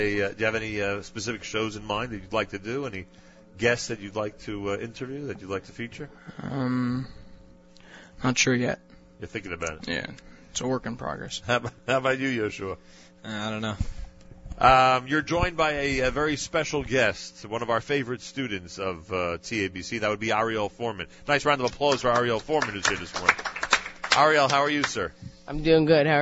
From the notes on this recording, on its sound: Live Remote Alert! Live from Torah Academy of Bergen County (TABC).